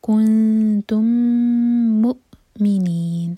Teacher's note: كنتم کا میم اور مؤمنین کا میم مرج ہو رہے ہیں میم کو ہولڈ کریں گے